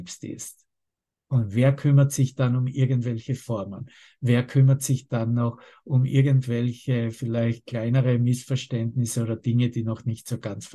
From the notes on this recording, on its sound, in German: Zoom-Session. Veranstaltet von der Aleph Akademie.